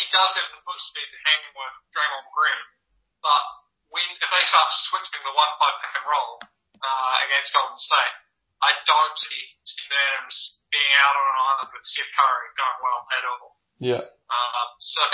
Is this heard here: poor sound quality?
yes